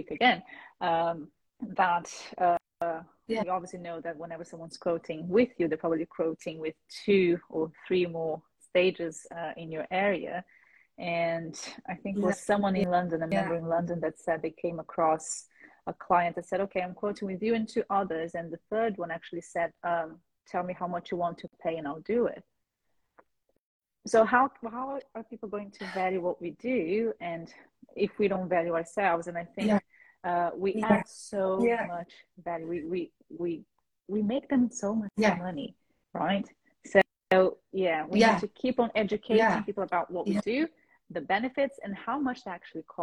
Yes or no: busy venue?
no